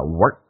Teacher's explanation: work 的 k 不发音，气流阻塞一下